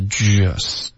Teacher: Okay,这个 just 这块呢，嘴唇要嘟起来。Okay,刚发的有点像 ja,是一个中式的 ja,英文是 just,开头嘴唇要嘟起来